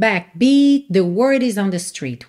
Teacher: você nem ouve o T final de backbeat, porque já tá ligando em the word